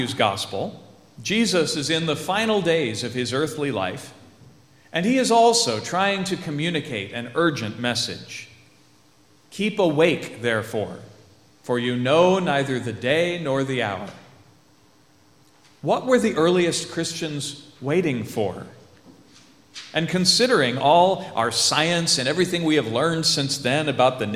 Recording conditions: large echoing room